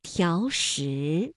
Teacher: 的记载，灯像营石城，城墙为条石嵌砌，以山势平面作椭圆形。城内无农业居民，只有旅店、铺房、驻军、游击、衙署。那请大家注意一下啊，像条石这样两个二声字连读应该怎么变调呢？我们说声音的声调分为五度，一二三四五，那么二声呢应该这样读，三五条石。那本来两个相连呢还应该是两个三五啊，但是呢考虑到连读需要变调，那么第一个字就读成了三四，第二个依旧读三五